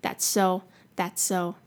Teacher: That's 的 S 跟 so 连音